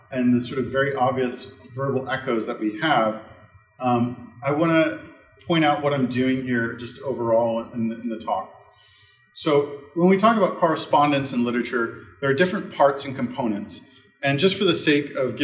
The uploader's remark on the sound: This lecture was given on April 27th, 2023 at Georgetown University.